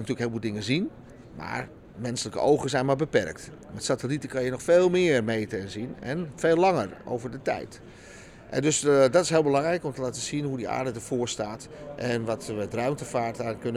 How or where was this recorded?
busy venue